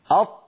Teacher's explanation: هناك هواء يريد أن يخرج ولكن المخرج أمامه مقفول تماما · Term: طاء ساكنة